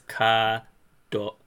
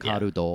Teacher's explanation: A lot of times they'll just leave the R sound out · Shown in: first take · and it's implied that there's an R sound in it.